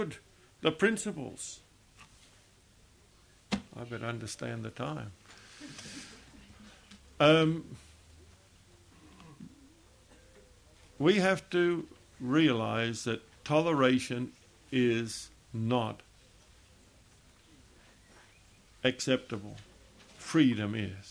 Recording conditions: large echoing room